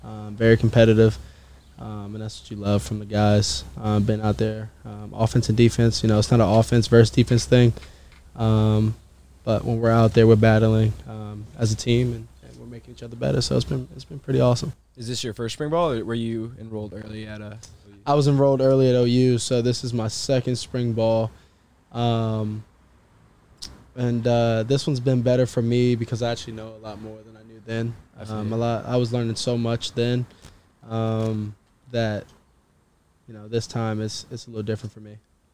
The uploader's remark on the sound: In the truck after practice.